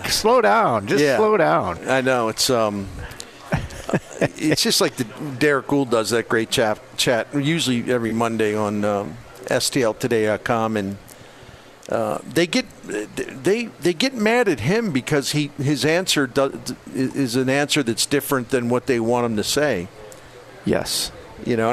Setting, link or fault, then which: setting, busy venue